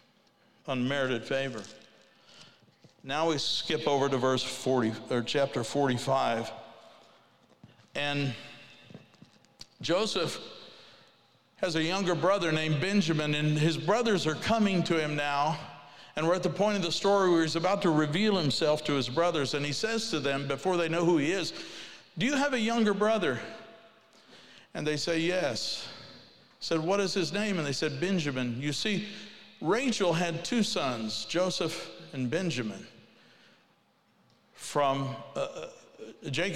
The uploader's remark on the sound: Ignite '22: Keynote Speaker